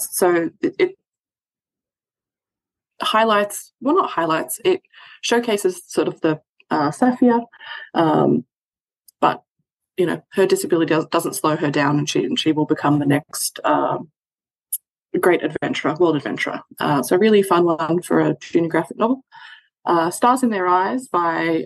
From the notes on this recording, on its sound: This is a recording of the webinar held November 16 2023.